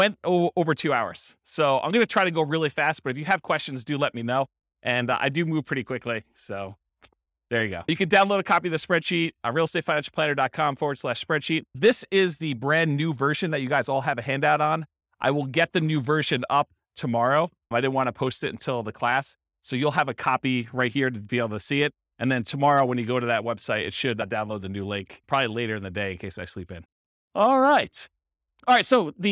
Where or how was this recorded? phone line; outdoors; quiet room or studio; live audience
live audience